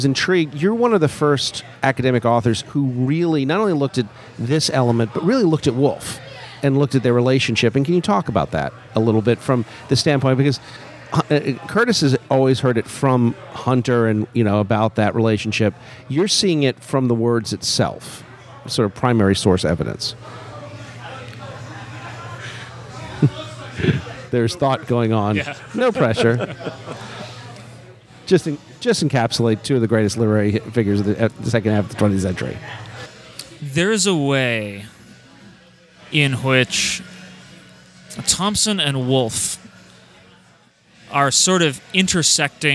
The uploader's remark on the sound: RECORDING FROM GONZOFEST